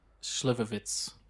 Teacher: It's not a ch sound at the end. It's a TS.